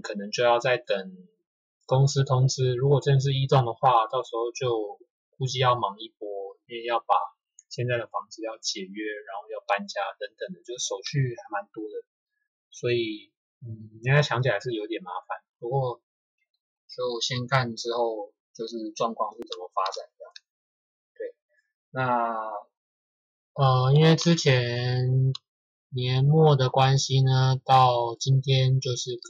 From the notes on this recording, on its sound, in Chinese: 這集在飯店錄音的關係，。2021年第一集的收音不太好請大家見諒。